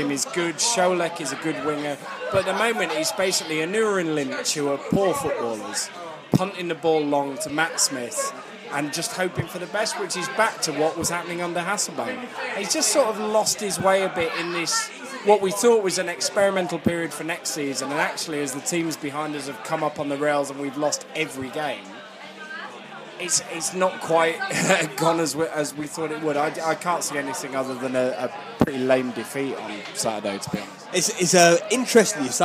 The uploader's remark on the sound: Pre-match podcast from the pub. Joins the Beesotted crew at The Banker Pub on The River Thames near Monument.